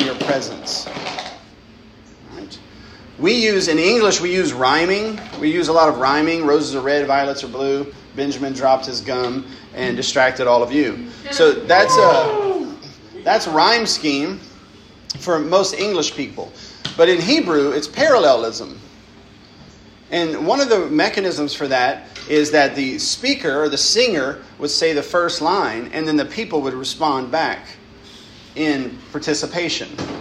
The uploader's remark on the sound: lecture given at Christ Church Academy